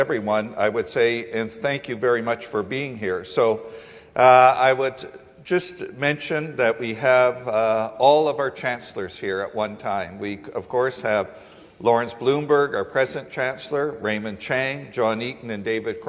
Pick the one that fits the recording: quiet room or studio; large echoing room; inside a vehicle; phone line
large echoing room